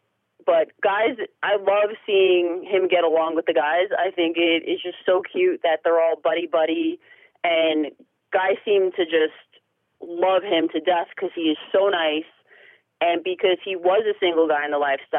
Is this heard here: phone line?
yes